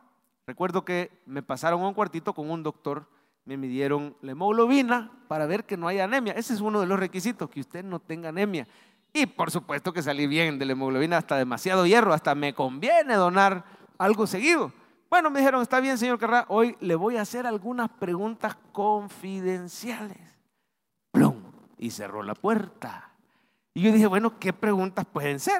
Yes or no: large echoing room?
yes